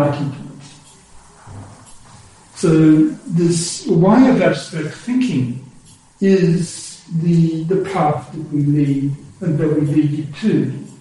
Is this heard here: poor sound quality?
yes